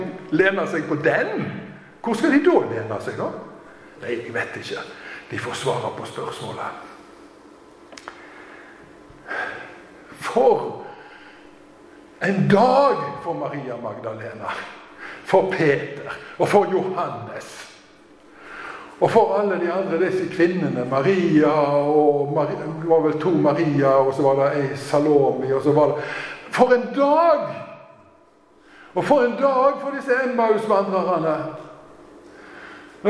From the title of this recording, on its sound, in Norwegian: Tale i Zoar 29. oktober